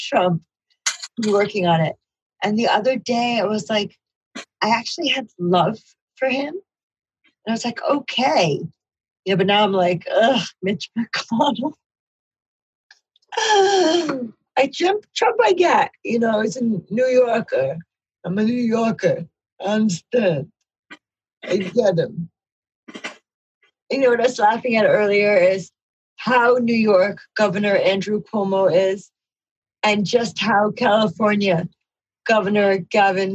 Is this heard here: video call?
yes